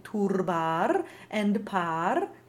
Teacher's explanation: He wanted the final R's rolled to help with a legato